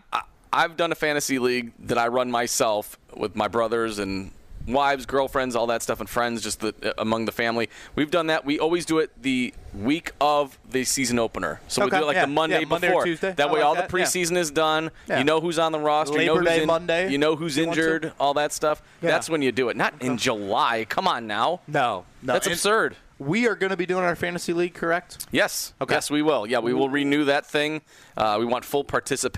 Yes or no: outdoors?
yes